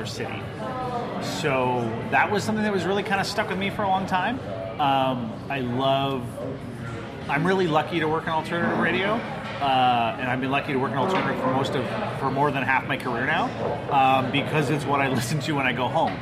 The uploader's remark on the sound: This podcast was recorded on location at Prairie Dog Brewing.